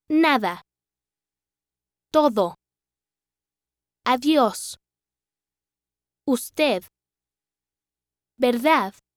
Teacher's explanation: It is interesting to note that the softening of B, D, and G between vowels within a word and at the ends of words has been taken to such extreme by some speakers that the consonants are imperceptible or deleted.